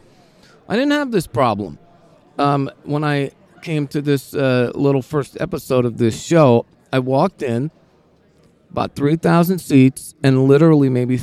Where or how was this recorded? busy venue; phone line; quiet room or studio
busy venue